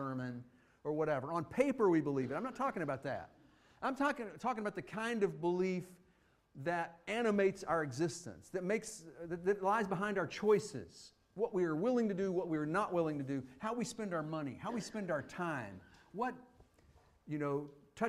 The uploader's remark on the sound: Fuquay-Varina church of Christ sermon audio from Sunday, March 5, 2023.